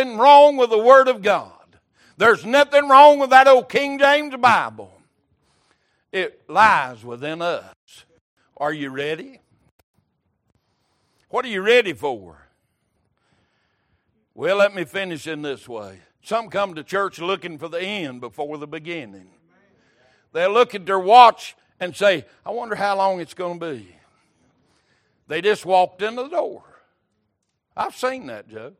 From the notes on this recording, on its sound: Recorded December 18, 2022 - Sunday Evening Service